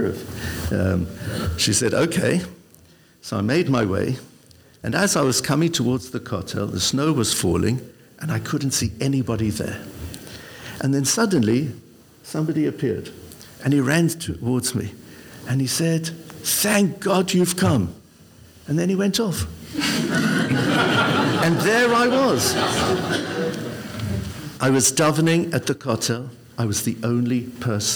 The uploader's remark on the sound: This episode of the Koren Podcast was recorded in front of a live audience! This time in London as part of the Mizrachi UK Weekend of Inspiration, one of the biggest events in the Religious Zionist calendar in Europe. LIVE at the Mizrachi UK Day of Inspiration.